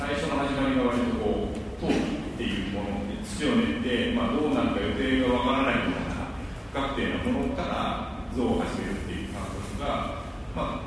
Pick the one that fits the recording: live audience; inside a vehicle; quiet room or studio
live audience